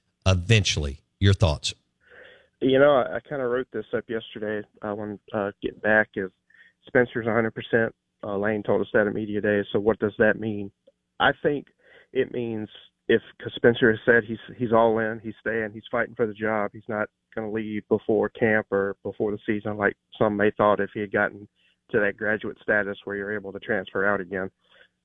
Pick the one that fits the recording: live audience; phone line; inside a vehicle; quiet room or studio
phone line